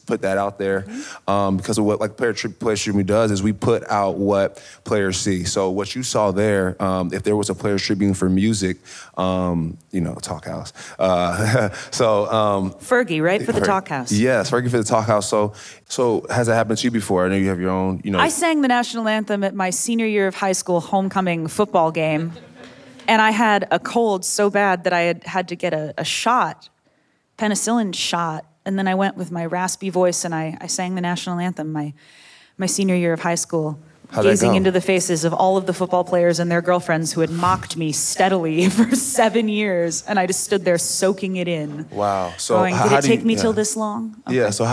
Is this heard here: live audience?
yes